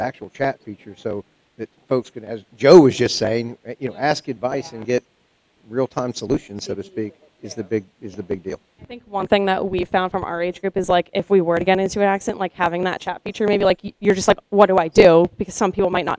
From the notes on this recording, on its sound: The interview took place at The Big Event hosted by MAIA in Boston in November 2019.